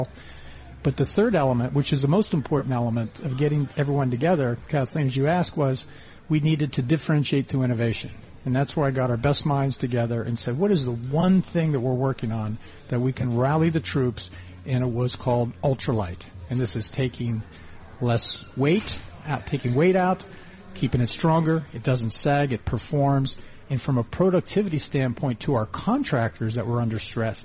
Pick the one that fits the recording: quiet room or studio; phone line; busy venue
busy venue